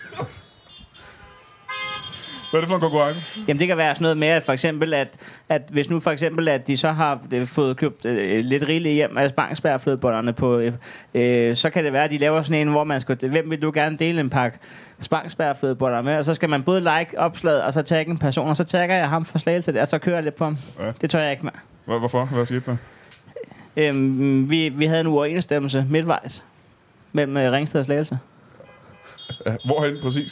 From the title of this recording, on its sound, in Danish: LIVE fra Roskilde